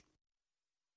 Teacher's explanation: Burada dal harfini bir elif miktarı uzatarak okuyoruz.